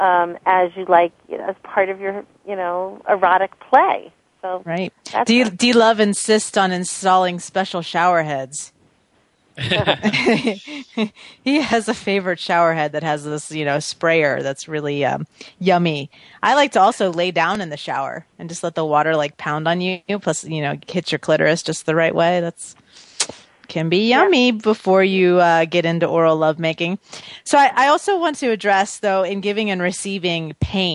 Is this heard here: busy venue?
no